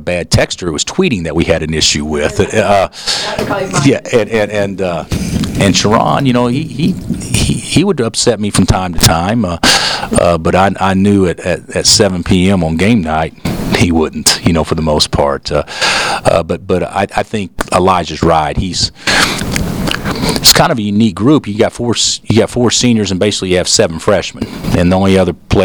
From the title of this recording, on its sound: Press Conferences & Post-Game Interviews